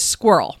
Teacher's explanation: the word starts with a 3-consonant cluster, followed by a rhotic schwa, and ending with a syllabic ol.